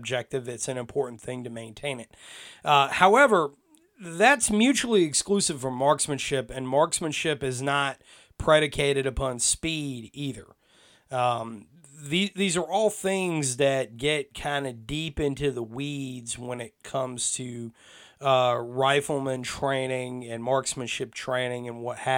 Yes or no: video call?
no